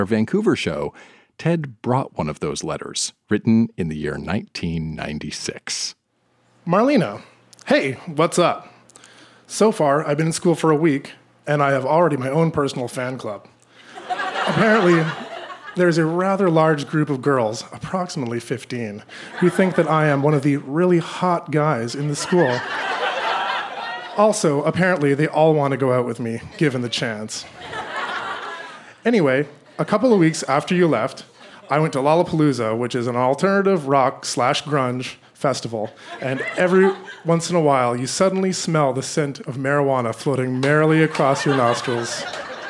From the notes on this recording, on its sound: Recorded live at the Biltmore Cabaret in Vancouver, BC.